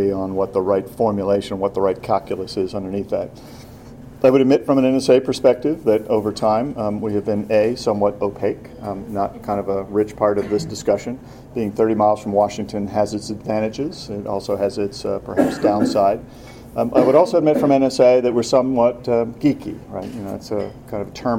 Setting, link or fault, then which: setting, live audience